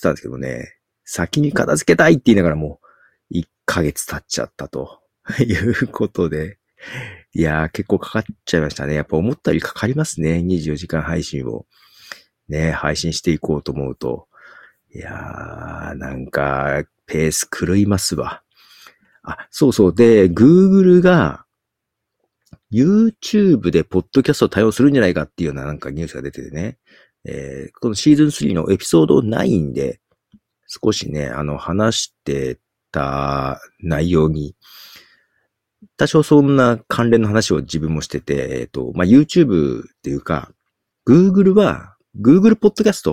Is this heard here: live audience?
no